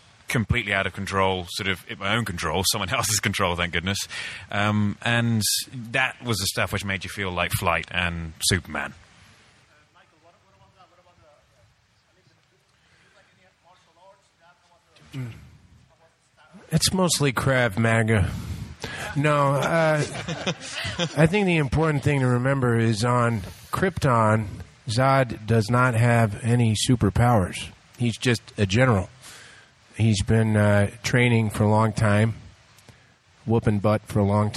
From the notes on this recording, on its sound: The Man of Steel press conference.